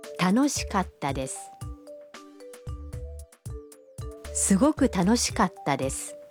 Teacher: Катта произносится с короткой паузой между ка и та.